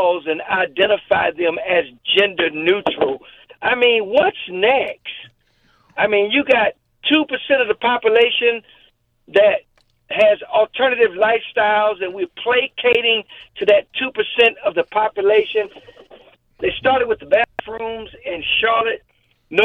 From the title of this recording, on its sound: called into the show